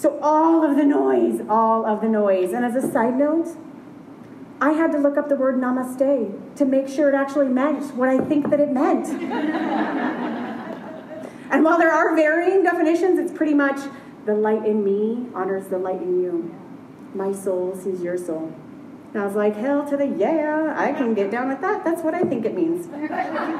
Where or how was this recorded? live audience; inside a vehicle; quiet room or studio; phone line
live audience